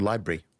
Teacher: the L's and R's, sounds which are made in roughly the same place in the mouth, if you get them crowding each other out, it's the reason why library, by the way, is just very often library.